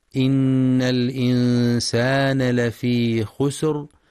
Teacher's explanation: وينتبه القارئ لغنة النون المشددة في إن وللإخفاء الحقيقي في الإنسان مع إثبات المد الطبيعي في لفي، ويراعى تفخيم الخاء في خسر مع همس السين، أما الراء فتفخم عند الوقف لأنها ساكنة وما قبلها ساكن وما قبلها مضموم، وترقق عند الوصل للتنوين بالكسر.